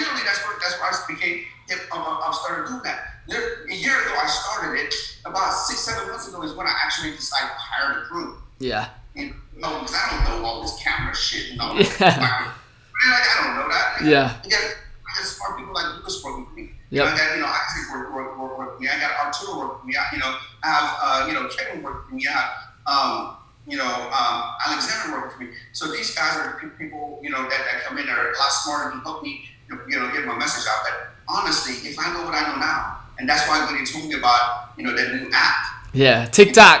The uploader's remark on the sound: apologize for the bad audio on this episode, we had some technical difficulties and weren't able to do anything about it.